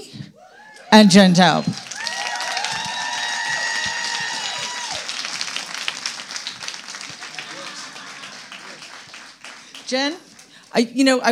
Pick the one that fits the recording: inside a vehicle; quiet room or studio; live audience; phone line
live audience